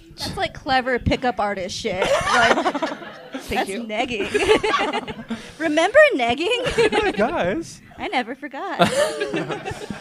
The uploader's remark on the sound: Live from the Crocker Art Museum’s ArtMix.